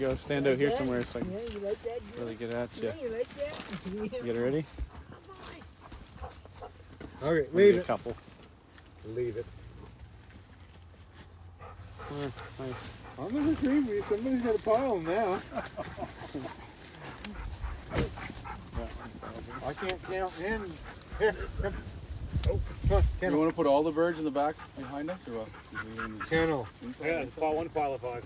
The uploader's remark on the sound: record a podcast live from the blind